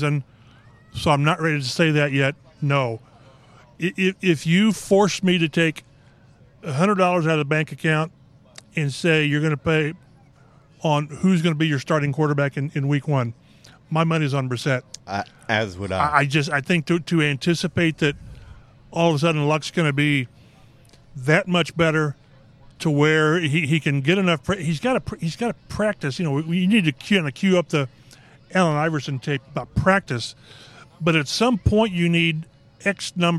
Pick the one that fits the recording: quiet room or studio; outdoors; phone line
outdoors